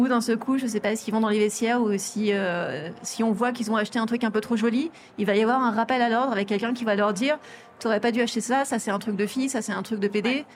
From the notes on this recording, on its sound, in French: série spéciale enregistrée au Salon International de la Lingerie